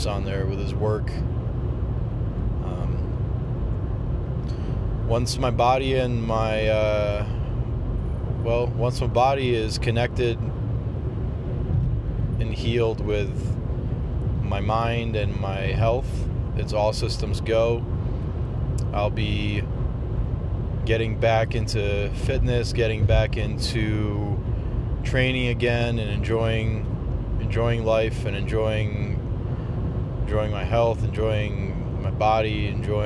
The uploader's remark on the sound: Recorded on the drive. First upload since having moved to California.